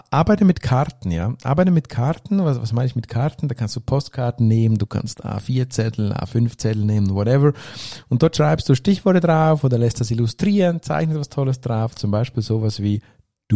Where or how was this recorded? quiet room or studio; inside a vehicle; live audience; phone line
quiet room or studio